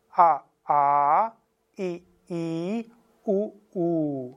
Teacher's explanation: Mund geht immer weiter zu und das A wird ganz hinten in der Kehle erzeugt